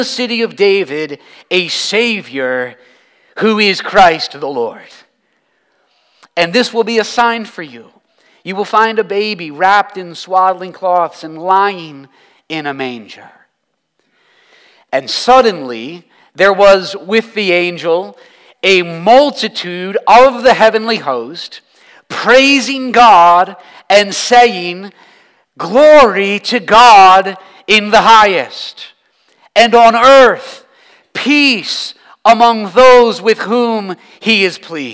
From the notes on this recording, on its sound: This sermon was preached at Covenant Fellowship Church on December 17, 2023.